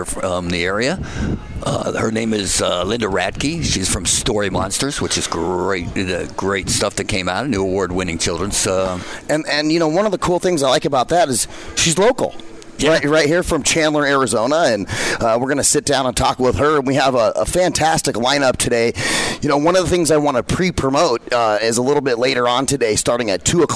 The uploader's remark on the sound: Join the VoiceAmerica Live Events team as we Broadcast Live from the Phoenix Comicon! Interviews LIVE from the floor of Phoenix Comicon!